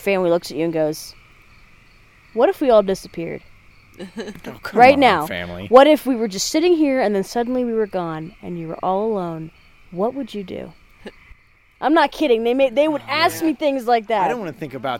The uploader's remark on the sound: we traveled into the woods and recorded a brief case around the campfire!